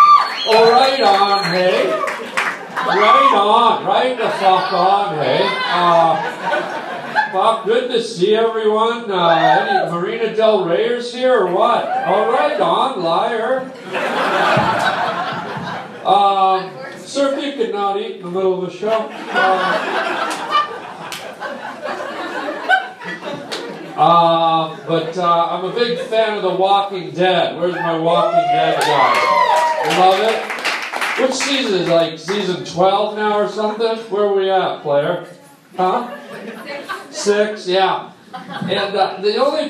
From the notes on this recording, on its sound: live on stage at the Hollywood Improv